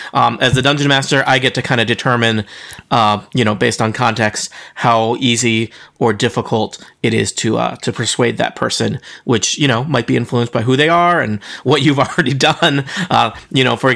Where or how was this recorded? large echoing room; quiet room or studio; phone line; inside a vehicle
quiet room or studio